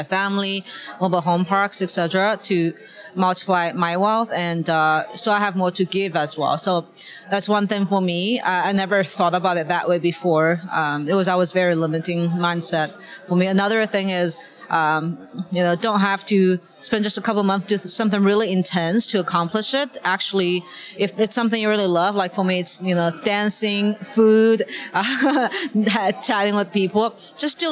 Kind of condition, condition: setting, busy venue